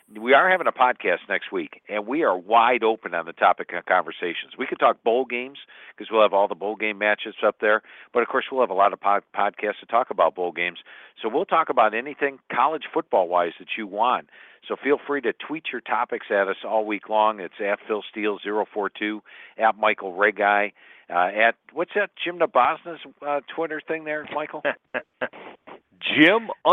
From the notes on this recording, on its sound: take questions from callers across the country